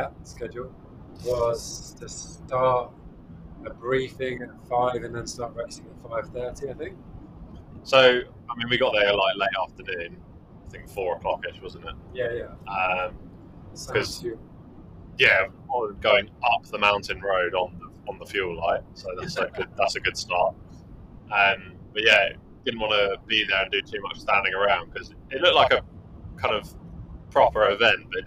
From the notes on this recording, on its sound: Apologies for the ropey audio and lack of bongos! Our recording studio has changed and being total amateurs we haven't quite got to grips with it yet...